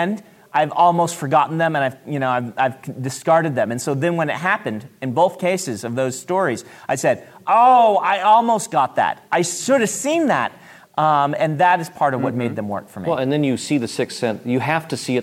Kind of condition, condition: setting, live audience